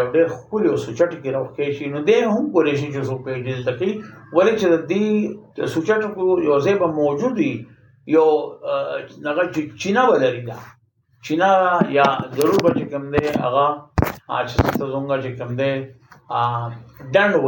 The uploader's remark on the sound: We apologize for the background noise.